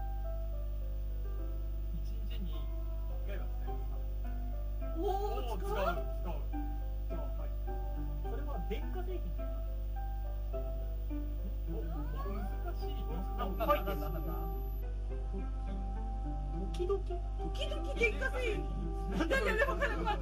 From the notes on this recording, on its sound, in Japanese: ノイズやらなんやら、クオリティが1回目より落ちてます